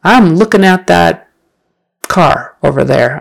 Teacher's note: There are certain areas of the country, it's more of a rural dialect, where you will just say in instead of ing